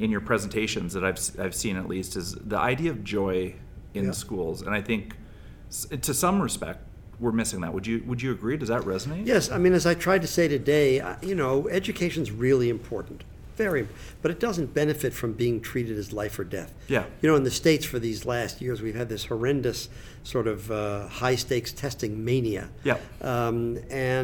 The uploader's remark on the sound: Conversations from the Heads and Chairs Conference